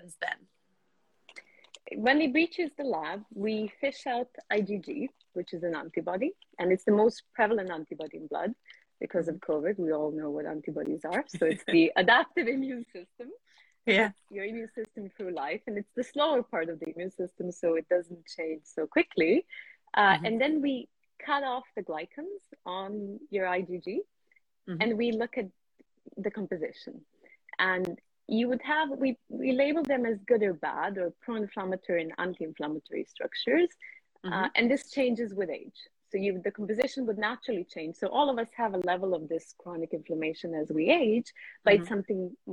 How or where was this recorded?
video call